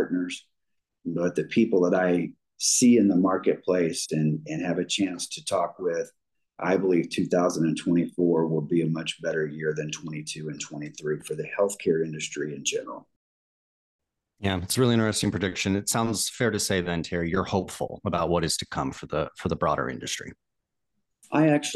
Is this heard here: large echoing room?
no